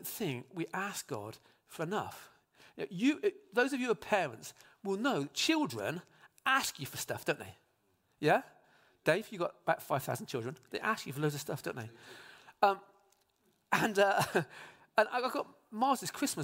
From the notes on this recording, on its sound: Speaks live at Trinity Cheltenham.